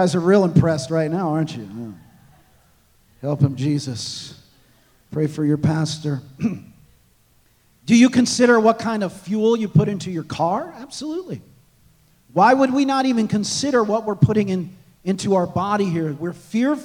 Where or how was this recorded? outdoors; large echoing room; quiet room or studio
large echoing room